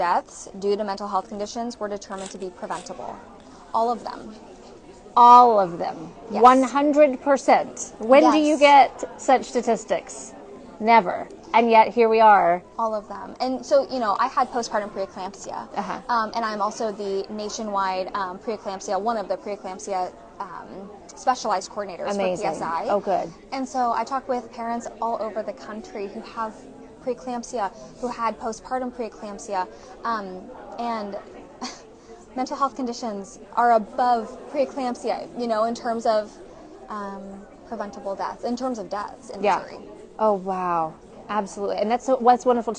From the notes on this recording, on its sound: LIVE at Postpartum Support International’s Climb Out. Coming to you LIVE from Postpartum Support International’s Climb Out of the Darkness event in Kansas City, MO. We had a bit of a tech issue up top. Did I mention we were LIVE?